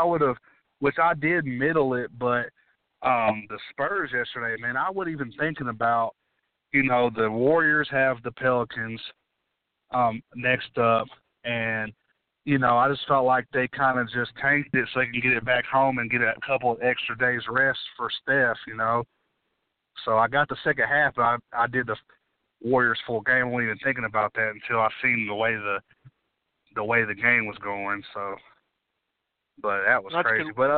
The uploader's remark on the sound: The guys are back LIVE on a Monday night. Taking your calls.